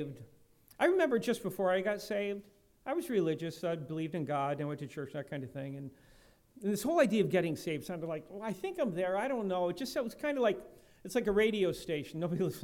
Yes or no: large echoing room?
yes